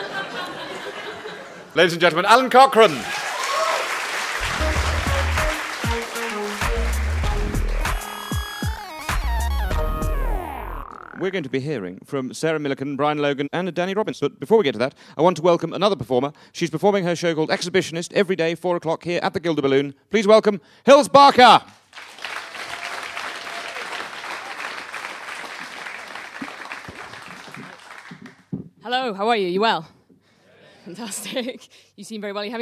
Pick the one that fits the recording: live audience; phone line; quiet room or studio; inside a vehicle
live audience